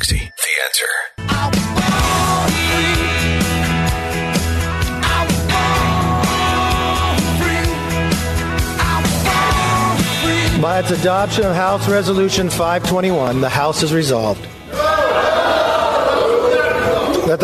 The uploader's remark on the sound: broadcasts live from the Makray Memorial Golf Club in Barrington!